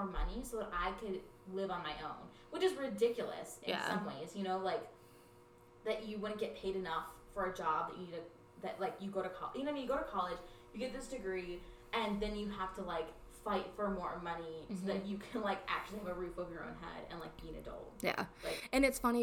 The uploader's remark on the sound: Join us in our drunkin' recording. A not-our-best sound quality episode.